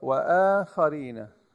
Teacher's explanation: الهمزة مرققة ما في داعي نفخمها